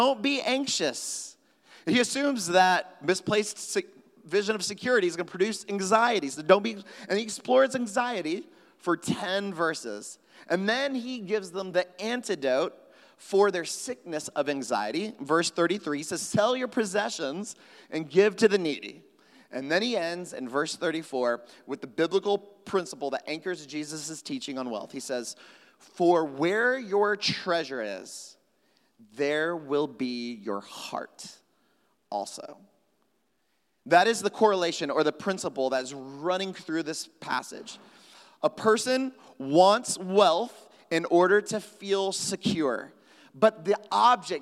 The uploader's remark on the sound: at Trinity Church, Puerto Rico